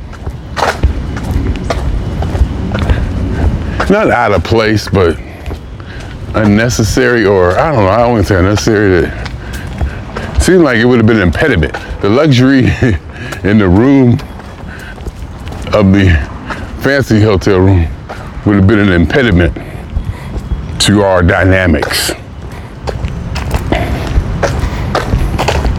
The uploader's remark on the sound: Me Walking Talking